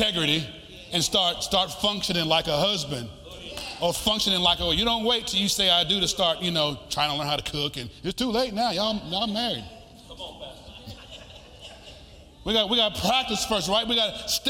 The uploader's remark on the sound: This week is a live teaching setting from his message at the Faith Conference of FSWM